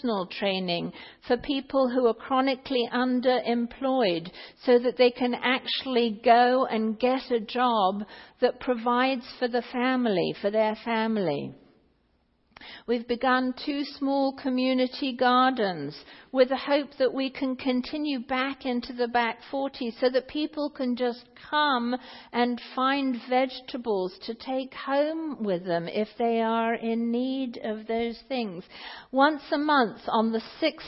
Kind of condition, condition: setting, large echoing room